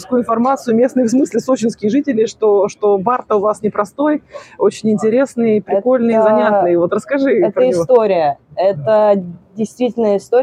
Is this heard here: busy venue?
yes